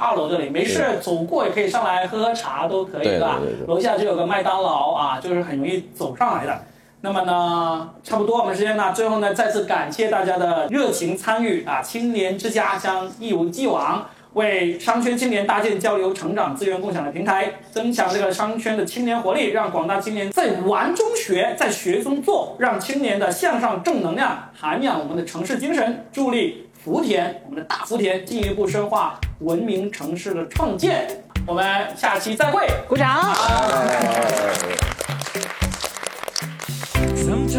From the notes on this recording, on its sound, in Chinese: 现场带观众版。深圳福田中心区商圈党委提供了设备场地以及资金赞助。